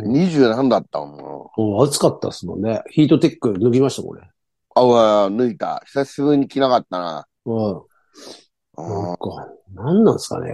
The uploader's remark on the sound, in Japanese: ZOOMで収録